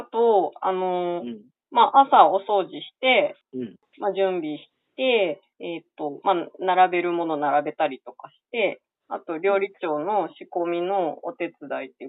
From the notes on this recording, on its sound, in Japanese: 話している場所: 電話収録